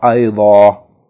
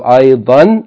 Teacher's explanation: Instead of aydan, the tanween, we'll pronounce it as a long vowel · Shown in: first take · ayda. That is if we stop on that word, if it's at the end of a sentence.